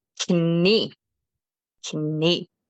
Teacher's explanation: contrary to English, we do pronounce the K when it is in front of an N. So it's pretty much written the same, except we do pronounce the K.